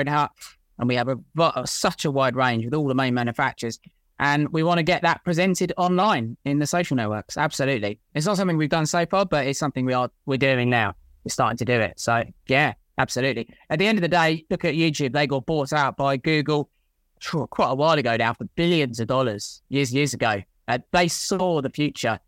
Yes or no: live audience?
no